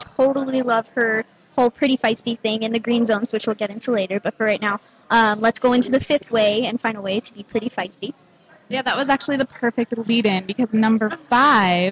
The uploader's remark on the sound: on location at the Microsoft Store inside the Scottsdale Fashion Square Mall